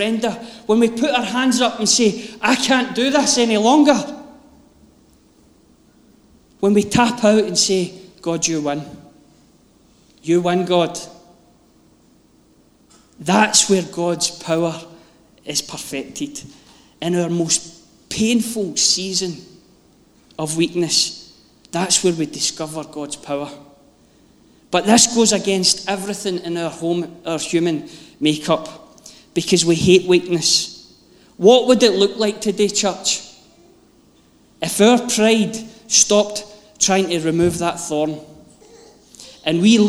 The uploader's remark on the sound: Live from our Sunday gathering on 23.